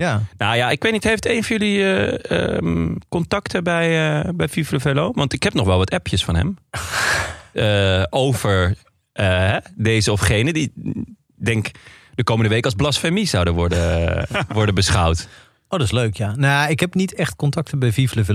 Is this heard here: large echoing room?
no